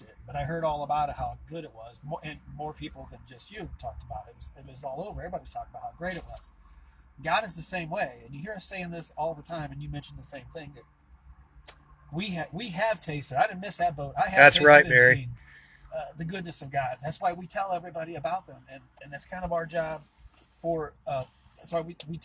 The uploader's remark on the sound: BROWN BAG IN THE VAN!